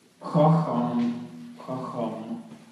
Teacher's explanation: То есть так вот получилось, да, что несмычный вариант этого «к», он совпал с произношением, с буквой «х»